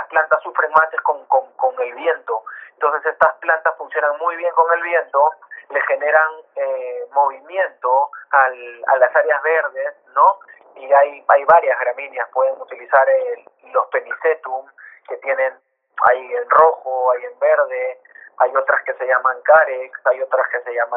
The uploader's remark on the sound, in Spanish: Esta entrevista fue grabada de manera remota por teléfono.